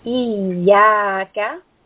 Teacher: So here we have a two-count mad. We have the letter ya with a fatha followed by an alif. So we are pulling this for two counts.